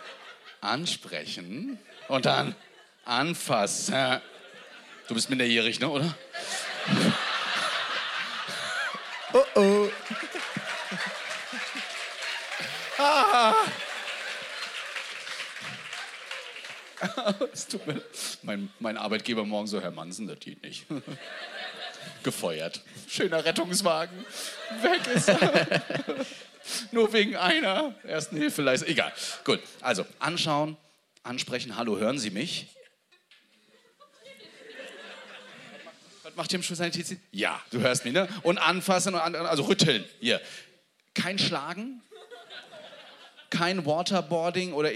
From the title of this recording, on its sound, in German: Live aus Hamburg